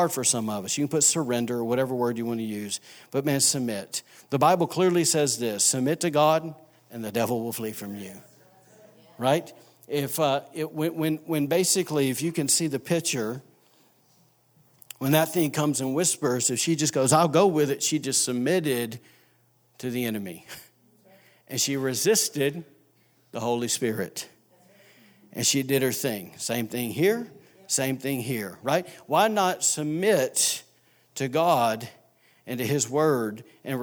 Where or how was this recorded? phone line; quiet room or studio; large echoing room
large echoing room